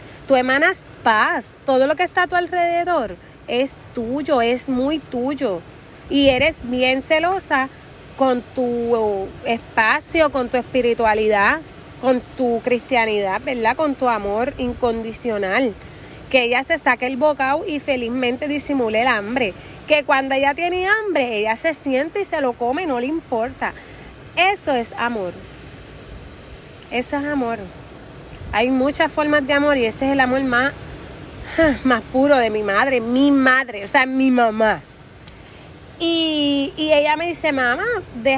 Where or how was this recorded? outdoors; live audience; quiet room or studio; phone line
outdoors